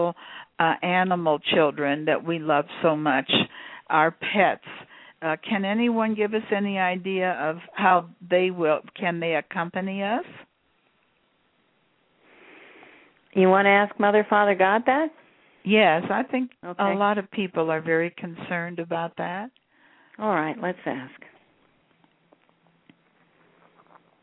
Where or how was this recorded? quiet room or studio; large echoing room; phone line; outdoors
phone line